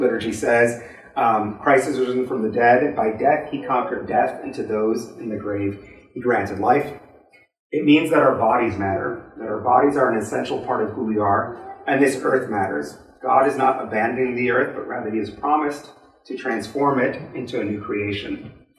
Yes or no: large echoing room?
yes